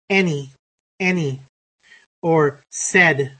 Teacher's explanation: the American e is more open and a little retracted. That means that it's pronounced from the back of the mouth.